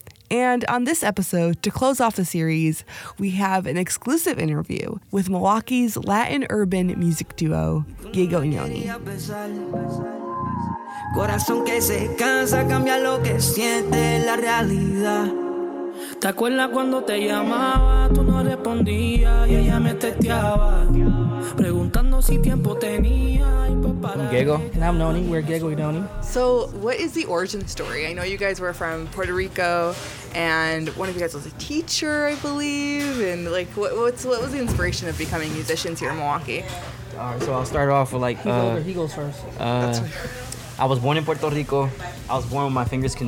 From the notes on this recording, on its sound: Recorded at Oakland Gyros, the East Side eatery that became a regular stop for the duo. While sitting in a window booth.